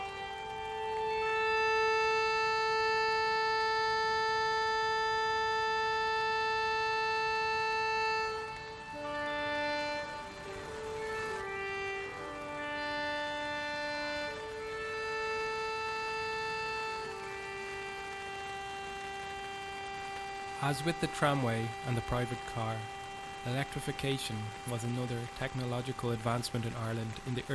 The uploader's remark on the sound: a soundwalk of the River Dodder in South Dublin